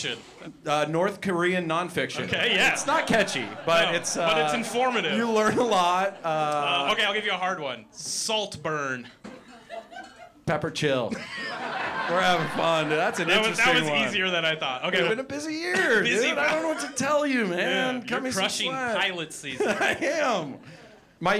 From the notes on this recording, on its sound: Filmed live at the Hollywood Improv in Los Angeles, CA.